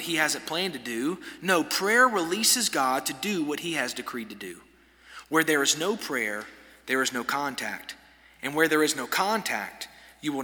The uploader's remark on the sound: This sermon was delivered on January 10, 2024 at First Baptist Church Hendersonville, NC during the Wednesday night Bible study hour.